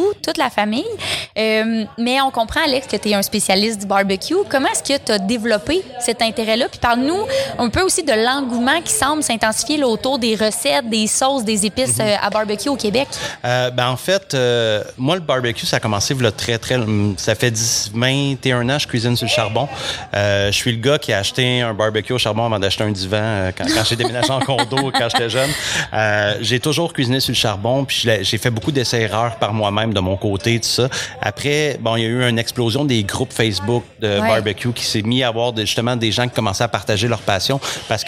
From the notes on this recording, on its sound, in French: en direct de la scène Goutez Lanaudière des Fêtes gourmandes